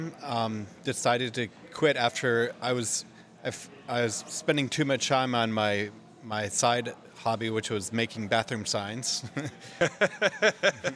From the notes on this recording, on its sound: We sat down for a pint